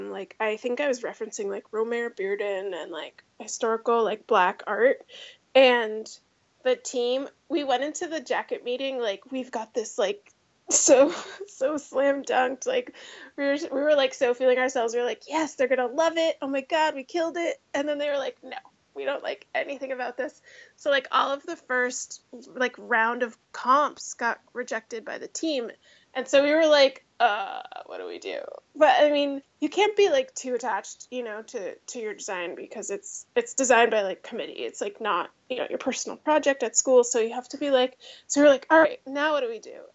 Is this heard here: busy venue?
no